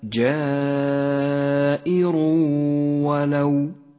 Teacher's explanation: ندغم التنوين بالواو فيسقط التنوين من اللفظ ولذلك لون التنوين بالرمادي وأما الواو فتحتاج إلى غنة بمقدار حركتين · Term: الإدغام بغنة